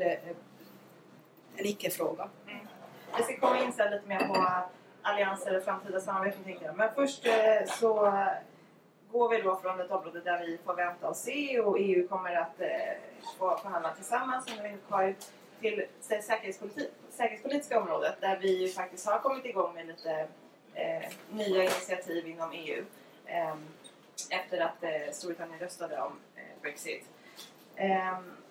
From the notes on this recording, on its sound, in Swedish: UI i Almedalen. Vi ber om ursäkt för sämre ljudkvalitet då rätt teknik inte fanns tillgänglig. Seminariet anordnades i samarbete med Hanaholmen och Ålands landskapsregering.